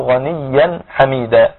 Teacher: غنيا حميدا هنا إظهار حلقي لأن التنوين جه بعده حرف الحاء والحاء من حروف إظهار الحلقي.